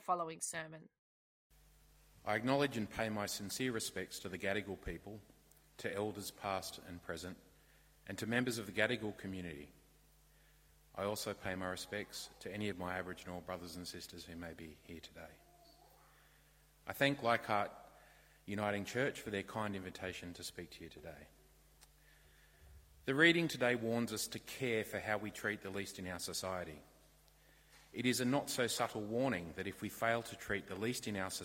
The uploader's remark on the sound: This bonus episode features a sermon originally preached for our Day of Mourning service 2023.